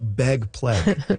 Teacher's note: So among some speakers, particularly notable in Vancouver and Seattle and maybe a little bit of Portland, ags are turning into eggs, and surprisingly, A's are going down · Term: pre-G merger